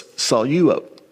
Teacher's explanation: So many people will pronounce this saluo. But because there's a diphthong there with epsilon, epsilon, you take the lambda and you put it with the first syllable